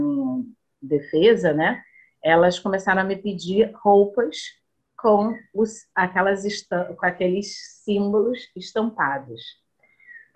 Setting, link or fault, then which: link, video call